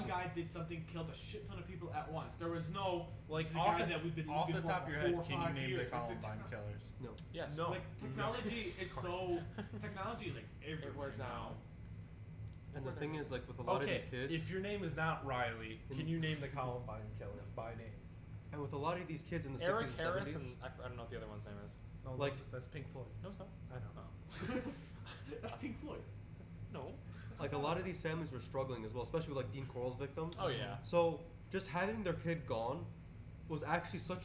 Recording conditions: uneven or low level